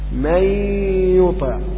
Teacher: مي يبقى جزء من الهواء خرج من الفم وجزء من الهواء خرج من الأنف، فيحدث ياء مغنى، ياء بها غنة. النون صارت ياء ولكن بقيت فيها الغنة